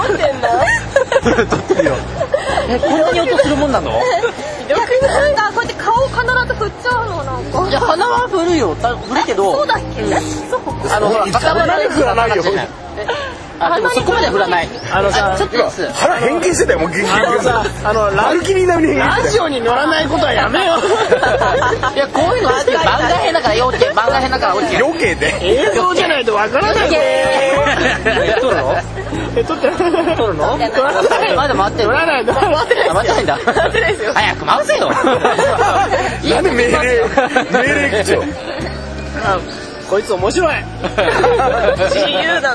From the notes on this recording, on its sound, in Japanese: 企画したお花見に参加した時に収録したものを配信します。